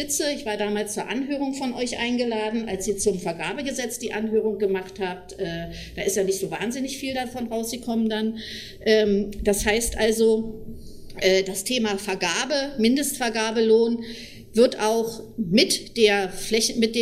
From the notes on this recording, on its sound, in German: Mitschnitte eines Workshops des Forums Wirtschafts- und Sozialpolitik im Juni 2015